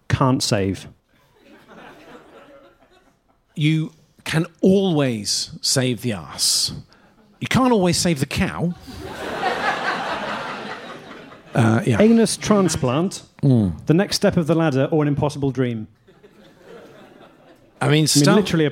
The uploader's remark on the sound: Live At London Agrimedia Con 2018. Live episode, recorded at this year's London Agrimedia Con.